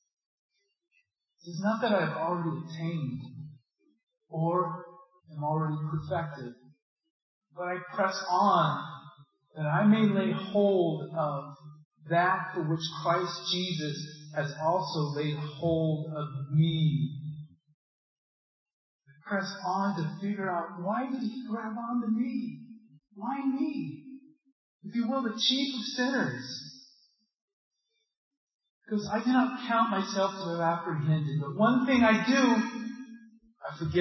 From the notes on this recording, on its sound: This sermon has technical difficulties with the audio quality.